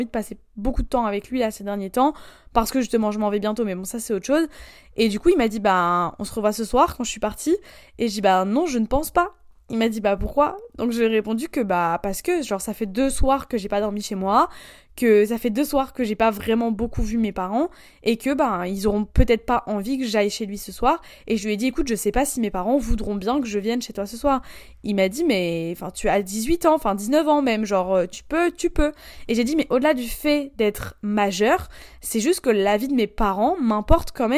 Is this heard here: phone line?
no